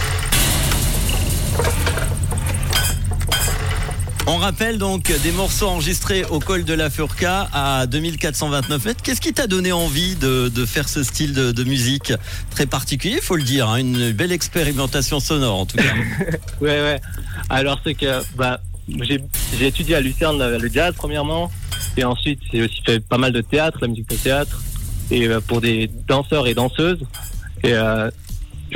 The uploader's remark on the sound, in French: 14 morceaux enregistrés au col de la Furka (2429m) durant l’été 2022: une expérimentation sonore s’inspirant du lieu et émanant de l'endroit.